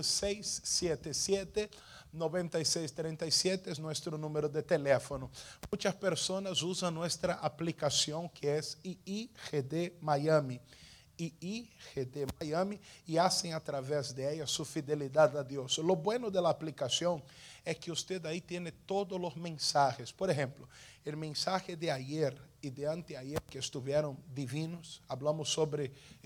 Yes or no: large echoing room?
yes